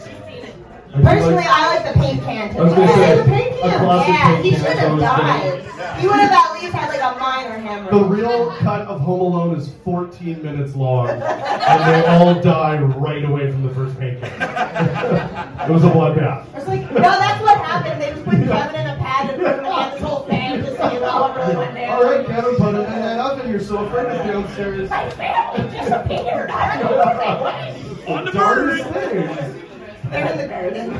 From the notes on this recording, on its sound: Live From Wee Johnny's The Secret Santa Debate. All 4 of them must prove to the crowd who the best secret santa shopper is.